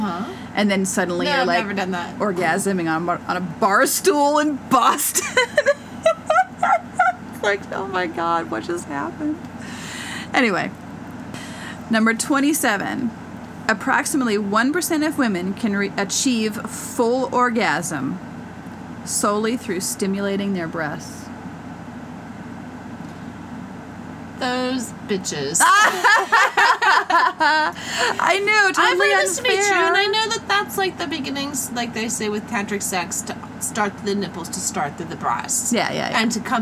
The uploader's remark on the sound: Our ninth episode sounds like the mothership is landing but that's just the AC we forgot to turn off.